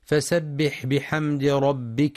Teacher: يراعى إعطاء حرف السين صفة الصفير والرخاوة في فسبح، والحذر من قلقلة الحاء الساكنة بل يجرى فيها الصوت والنفس